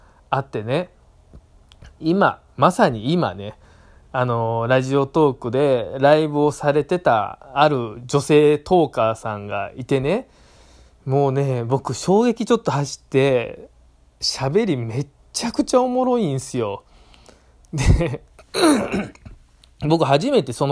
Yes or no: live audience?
no